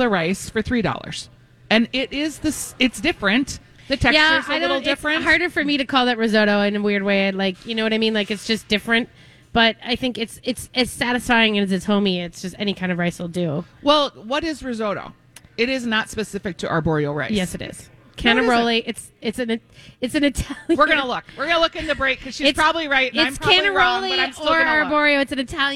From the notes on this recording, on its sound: live at G-Will Liquors in Andover!